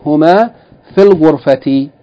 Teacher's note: It's just fi. If you join it together, you say huma fil ghurfati without elongation of the fi. But there's no fatha.